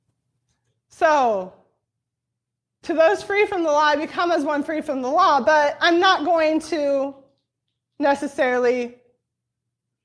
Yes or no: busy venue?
no